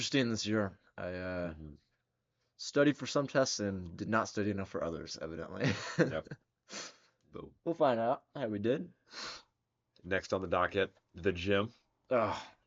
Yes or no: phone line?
no